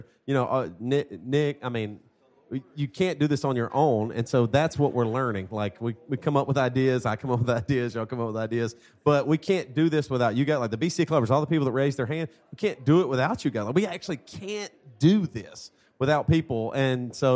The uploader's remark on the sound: Live from the BC Christmas Party!